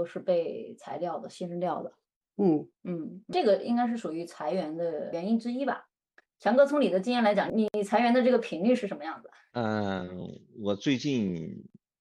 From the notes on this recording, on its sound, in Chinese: 本期用腾讯视频录制的，音频效果有点差强人意，还请大家多担待！